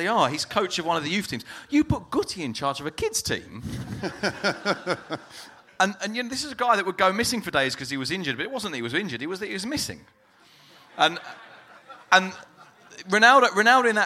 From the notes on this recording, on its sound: La Liga Live At The Sugar Club, Dublin. On the night, we opened up the floor to questions tweeted to us from members of the audience. This was organised by Con Artist promotions, who have put on some truly fantastic live football talks across Ireland.